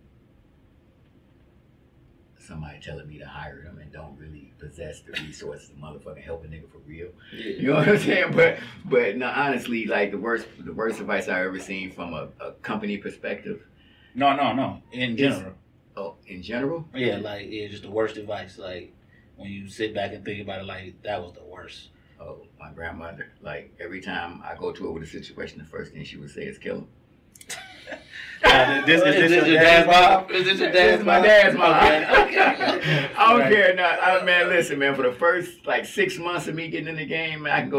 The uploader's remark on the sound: If your Audio sounds hollow it’s ok we had some technical difficulties